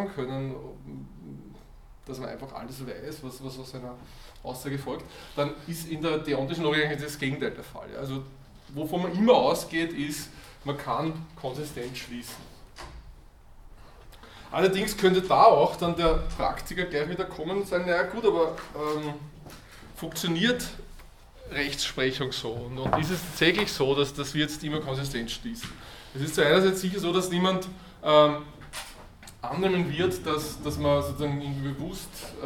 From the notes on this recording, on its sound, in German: Diese Vorlesung wurde von Studierenden aufgenommen